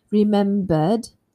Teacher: I've said it in the British way, remembered without the R sound · So with a vowel, remember a vowel is a voiced sound. So the ending must be the voiced D